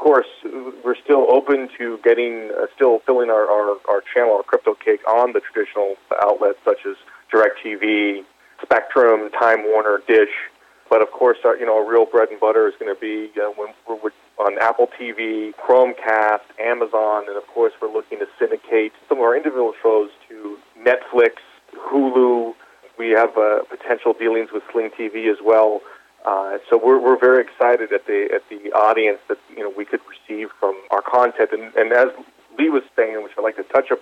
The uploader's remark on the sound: called in to SmallCapVoice.